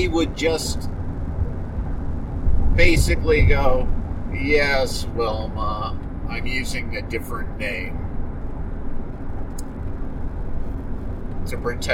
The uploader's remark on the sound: I record my shows very often in the work truck as I drive for many hours across Colorado, so my apologies for any road noise, crumpling bags, or other road-travel noises. I use a noise reduction program, but I don't catch everything.